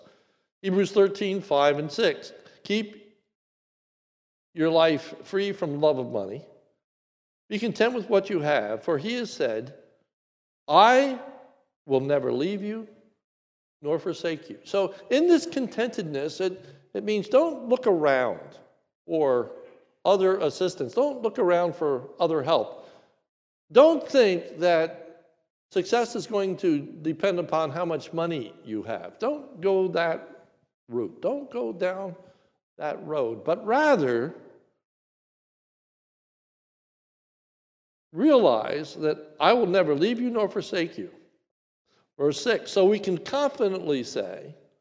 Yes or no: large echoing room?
yes